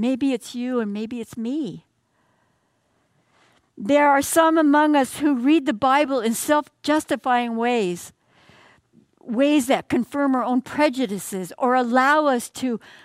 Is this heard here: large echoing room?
yes